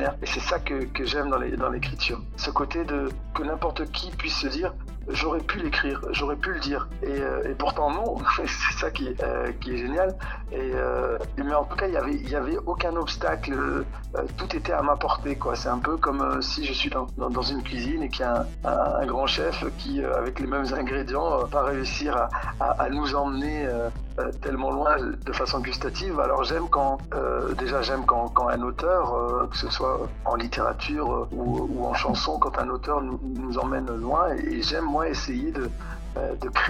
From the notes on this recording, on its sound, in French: Au téléphone pour La voix de la plume. Au téléphone pour La voix de la plume.